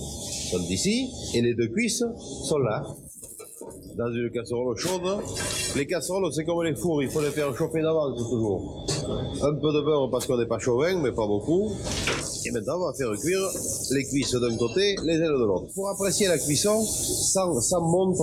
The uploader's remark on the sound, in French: Nous avons donc le plaisir d’enregistrer cette émission à l’Épicerie Moderne.